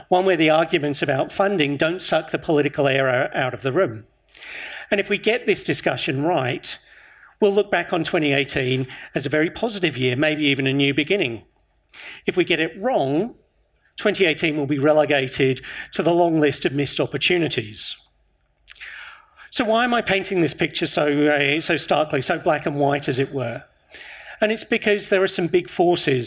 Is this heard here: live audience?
yes